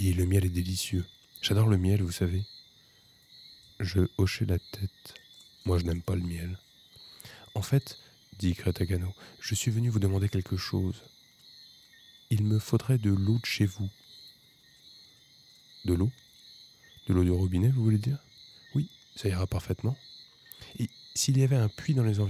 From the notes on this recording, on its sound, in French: Enregistrement nocturne en extérieur.